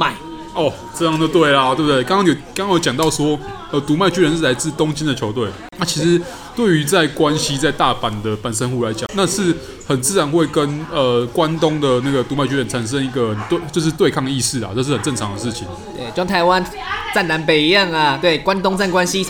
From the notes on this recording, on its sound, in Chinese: 本集白噪音指數：微風級 2/5。錄音地點：西藏廚房。